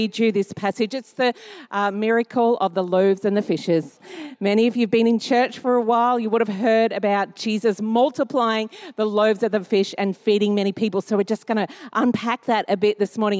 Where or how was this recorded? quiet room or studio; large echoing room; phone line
large echoing room